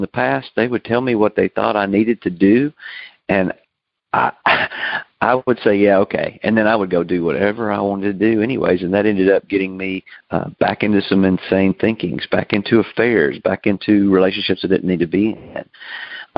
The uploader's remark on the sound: Noon Phone Speaker Meeting.